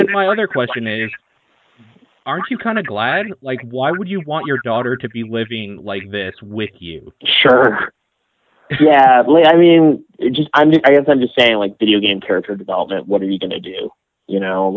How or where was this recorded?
phone line